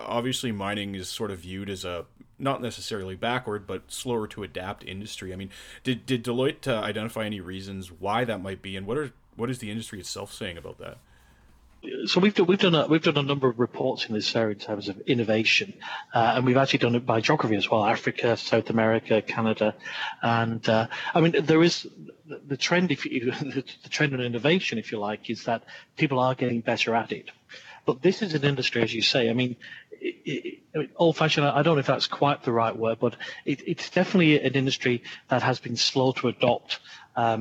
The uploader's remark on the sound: on the floor of the Vancouver Resource Investment Conference (VRIC)